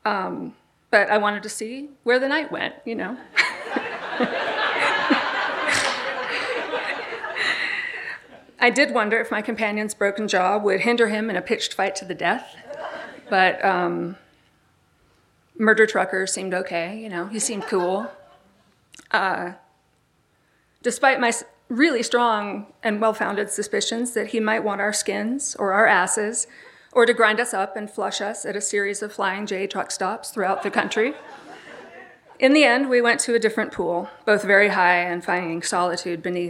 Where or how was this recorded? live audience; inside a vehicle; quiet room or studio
live audience